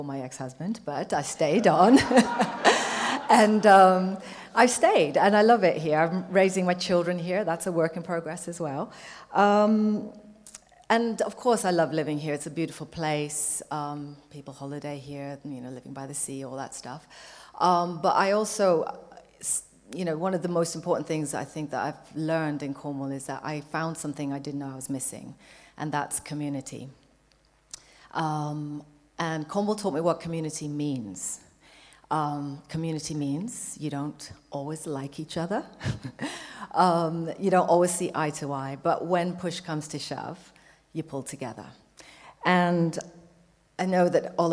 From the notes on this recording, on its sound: Cornwall Wildlife Trust’s panel discussion event. At Heartlands, Pool. With huge thanks to SourceFM for the recording!